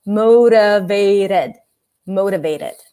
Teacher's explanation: Notice how they sound the same, even though one is a T, one is a D. · Term: flat T